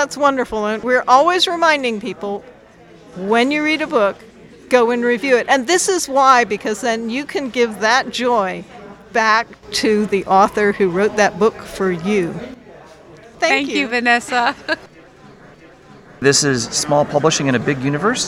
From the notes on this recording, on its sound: We are LIVE from BayCon 2023. In Santa Clara, California.